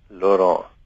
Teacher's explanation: die voorafgaande E N T wat as A uitgespreek word, jy weet ook deur die neus uitgespreek word. Laurent dit is dus uh, eintlik weer 'n paar twee reëls wat wat gelyktydig uh, optree daar. · die T word glad nie uitgespreek nie. En die N veroorsaak dat dit dat die dat eh, die voorafgaande E N T wat as A uitgespreek word, jy weet ook deur die neus uitgespreek word.